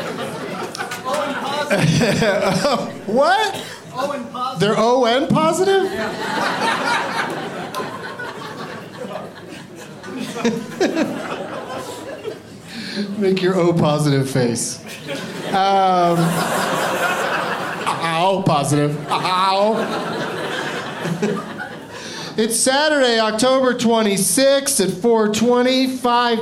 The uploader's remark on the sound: Live from Comedy Works in Denver